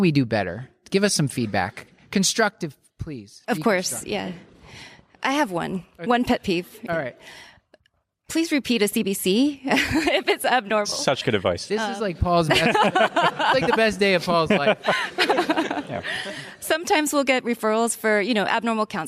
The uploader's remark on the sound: We recorded LIVE at joint grand rounds between Walter Reed NMMC and Uniformed Services University.